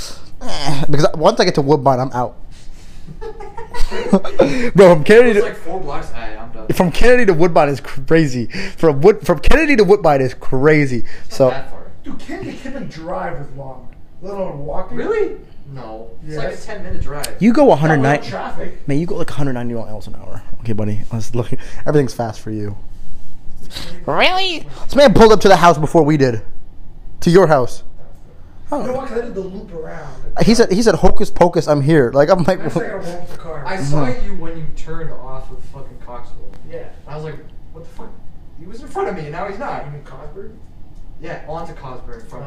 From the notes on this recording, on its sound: There was a problem with the mic, so work with us on the audio.